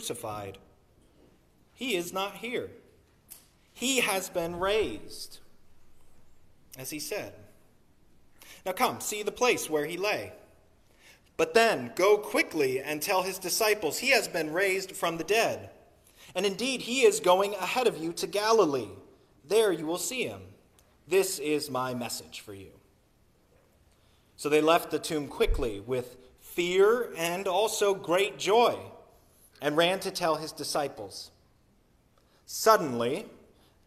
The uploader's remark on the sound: Sermon recorded on Easter Sunday, April 9, 2023.